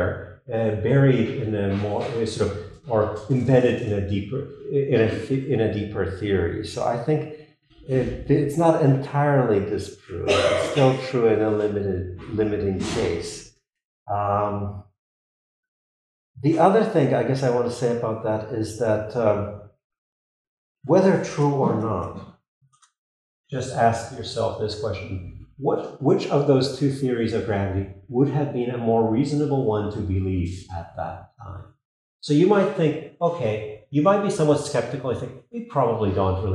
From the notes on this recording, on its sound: This lecture was given on March 28th, 2023, at the University of Texas at Austin.